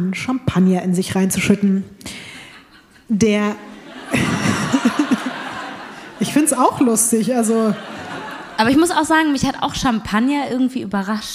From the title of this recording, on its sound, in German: LIVE in Köln